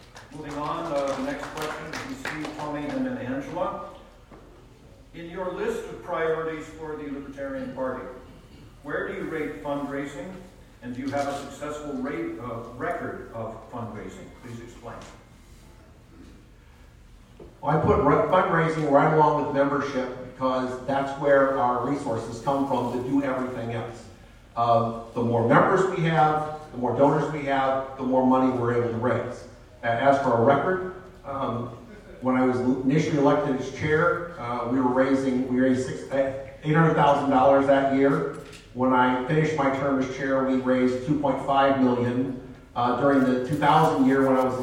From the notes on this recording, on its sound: This is a recording of the chair debate for the LNC held at the California Libertarian convention in Long Beach